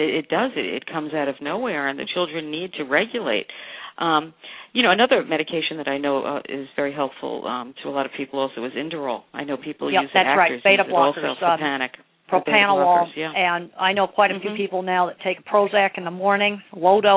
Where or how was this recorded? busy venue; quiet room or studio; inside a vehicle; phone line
phone line